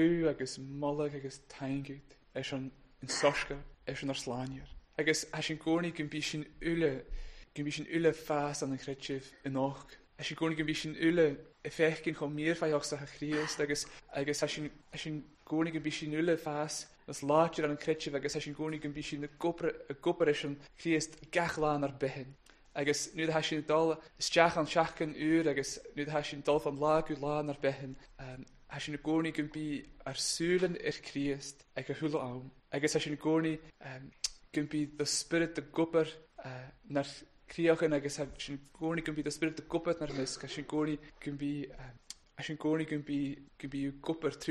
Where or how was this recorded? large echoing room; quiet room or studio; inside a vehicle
large echoing room